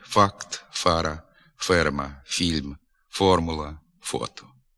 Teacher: Він твориться приблизно так, як той звук, що виникає, коли ми тушимо свічку. «Ф». Отже, слід вимовляти «факт», «фара», «ферма», «фільм», «формула», «фото». · Term: звук «ф»